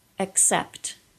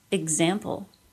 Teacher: The K sound and the G sound are both stops, meaning we stop the air from exiting the mouth for a little bit of time, then let the sound go with a little puff. The S sound and Z sound are both fricatives, meaning the sound is made with the air smoothly exiting the mouth.